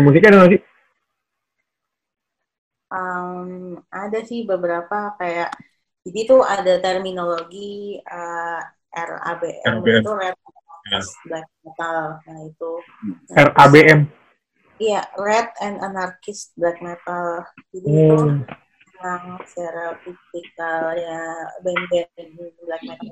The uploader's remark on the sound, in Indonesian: Di episode ini kita ngerekam via zoom, jadi sorry ye kalo hasil audionya kurang bagus. Episode ini juga uncut.